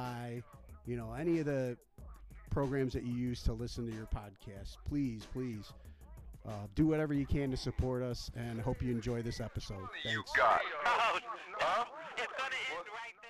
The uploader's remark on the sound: Phone conversation.